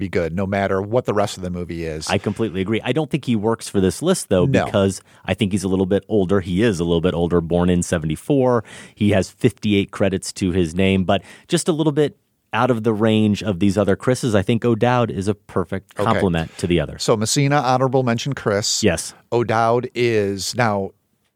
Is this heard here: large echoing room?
no